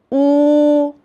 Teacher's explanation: 同学们要注意嘴巴的开口度很小，嘴唇要圆圆的，稍微向前突出，你的舌头要微微往后缩